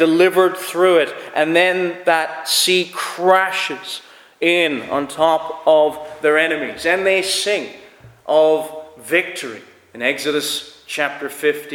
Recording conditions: large echoing room